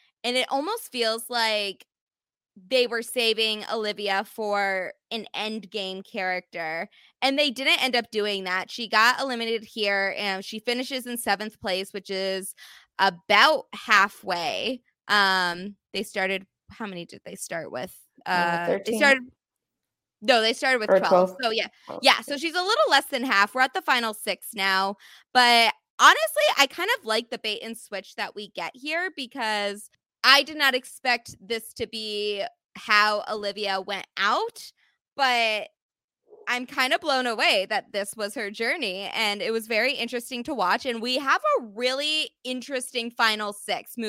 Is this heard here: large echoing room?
no